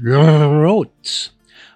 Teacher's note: vibrating the tip of the tongue, like in Italian, rot. However, in most parts of Germany, R is pronounced by vibrating the uvula, the little flap that hangs down at the back of your mouth.